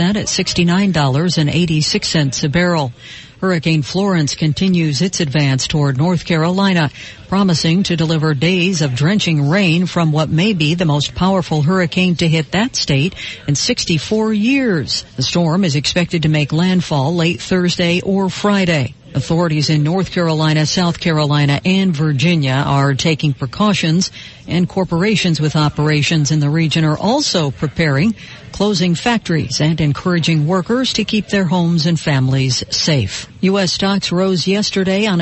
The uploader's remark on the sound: Live from Shula's Steakhouse